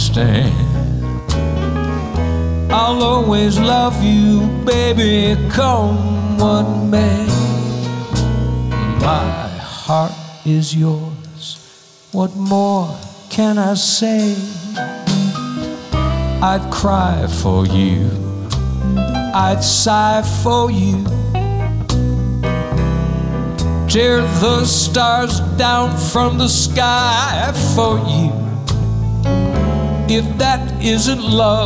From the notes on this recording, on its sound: Live at the South Point Casino